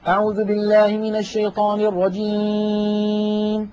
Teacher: نلاحظ بأن الصوت قسم كبير منه قد خرج عن طريق الأنف، هذا لحن وخطأ، لا يستعمل الخيشوم ولا تخرج منه غنة إلا مع الميم والنون ولا ثالث.